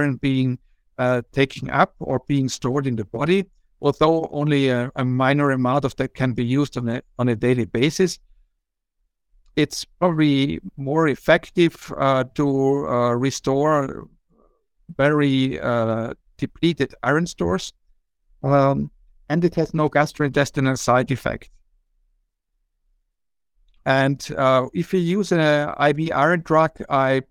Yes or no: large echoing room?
no